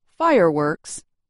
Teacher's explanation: when I say the word fireworks, I put greater loudness on fire. If I put the stress on works, it changes the meaning and would confuse the listener.